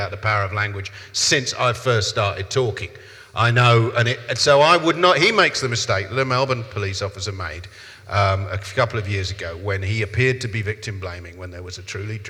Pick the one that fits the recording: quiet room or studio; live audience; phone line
live audience